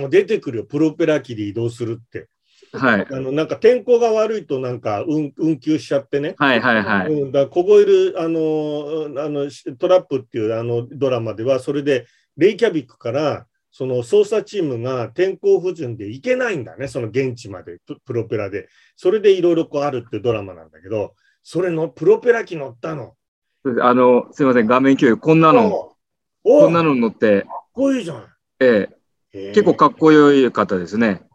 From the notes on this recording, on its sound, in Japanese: ZOOMで開催しますので、視聴者の皆さんと一緒にやりとりしながら双方向で番組を進めてまいります！